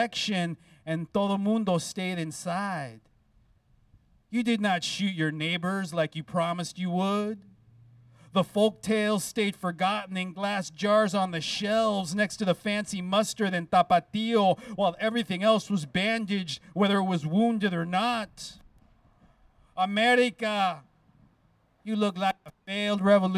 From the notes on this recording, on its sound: Recorded live at the steps of the San Francisco downtown public library last week.